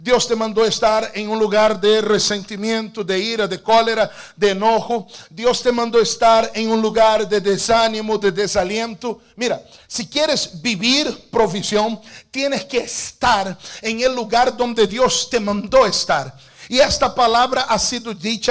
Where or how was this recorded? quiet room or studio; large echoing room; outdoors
large echoing room